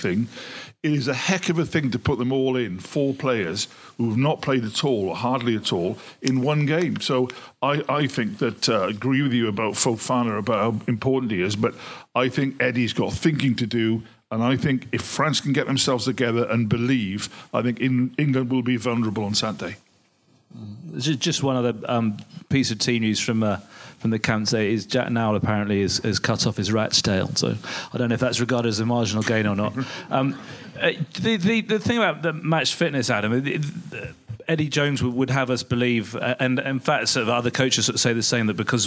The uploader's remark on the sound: In front of a packed audience the panel discuss